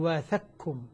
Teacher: وأيضا واثقكم لا يبقى للقاف أثر، قل واثقكم إدغام كامل، إدغام كامل القاف في الكاف.